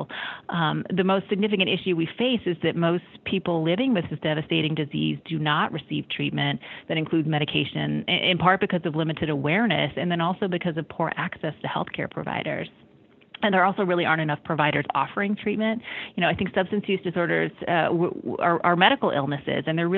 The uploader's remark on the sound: via internet phone